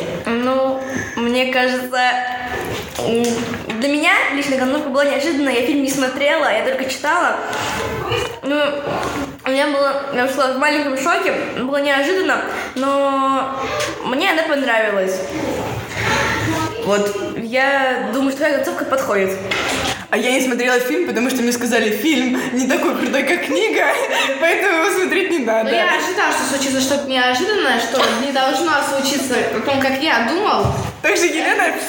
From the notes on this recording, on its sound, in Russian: Как всегда - шум, гам, тарарам.